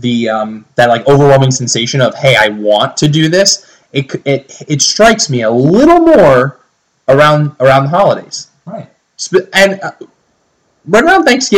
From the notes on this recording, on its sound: Please excuse the potato audio quality.